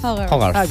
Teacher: la H realment es fa molt, molt aspirada. Quasi no és una J, sinó un Hogarth.